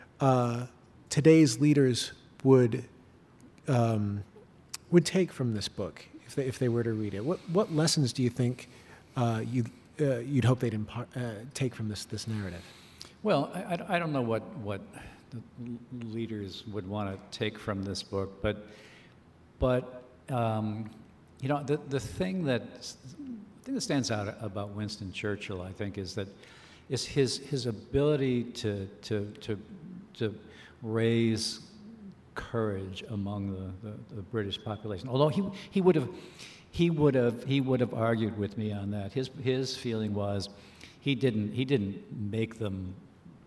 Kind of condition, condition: setting, live audience